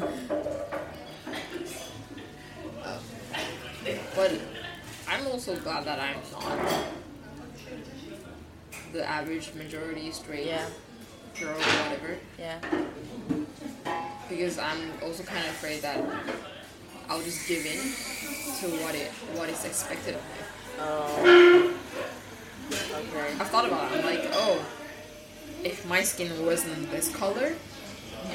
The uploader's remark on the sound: This time we tried spicing things up by recording in a café